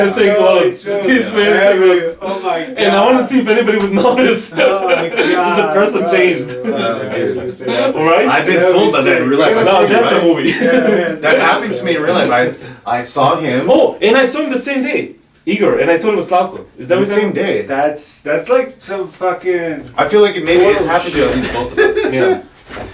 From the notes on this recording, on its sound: Very sorry about the audio.